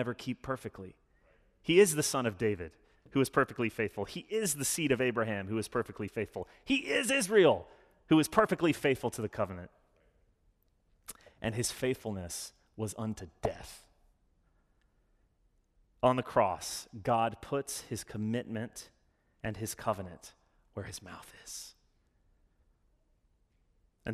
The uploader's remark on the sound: Sermon delivered Sunday, October 17, 2021. As an Anglican church, we follow a liturgy every Sunday which allows us to participate in worship together.